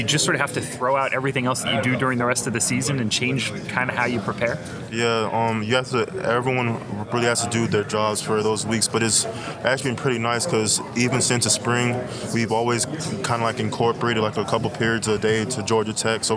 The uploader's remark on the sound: recorded live at AAC Media Days.